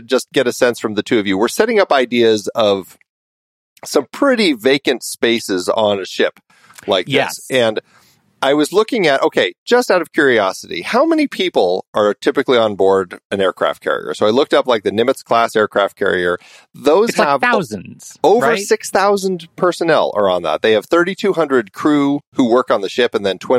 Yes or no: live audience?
no